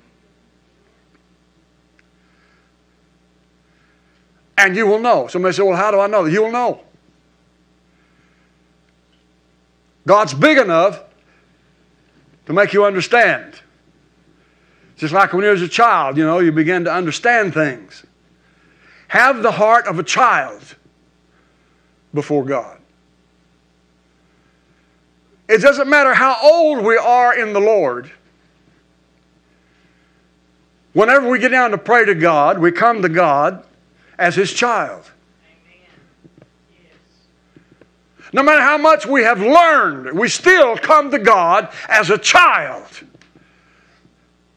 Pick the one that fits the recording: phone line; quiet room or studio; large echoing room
large echoing room